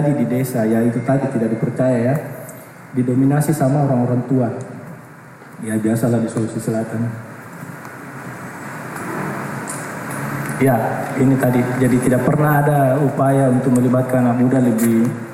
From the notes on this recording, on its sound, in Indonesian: kami menyajikan rekaman dari Simposium Makassar Biennale 2019 di hari pertama yang berlangsung pada 1 September 2019 di Ruang Teater Gedung Kesenian Sulsel Societeit de Harmonie